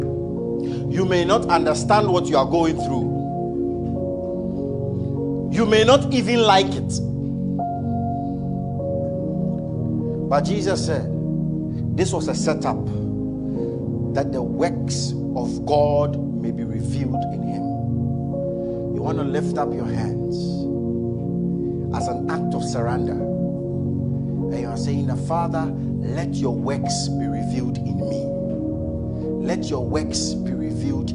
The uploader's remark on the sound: Message preached at ICGC Rehoboth Temple - Toronto